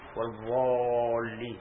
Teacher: ينطق بهذه الضاد ضاء مغلظة أيضا يغلظ نعم يملأ فمه منه